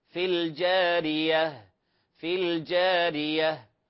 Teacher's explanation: فهذه لام قمرية ينبغي ماذا؟ ينبغي إظهارها وليس إدغامها